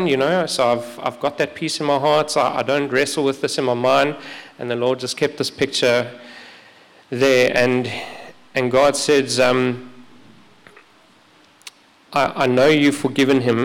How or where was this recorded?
large echoing room